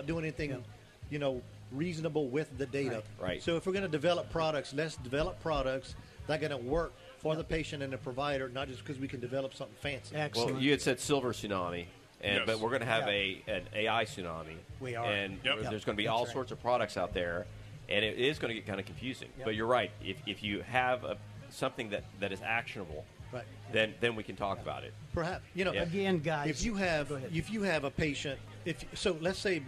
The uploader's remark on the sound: Live from the Florida Health Care Association Convention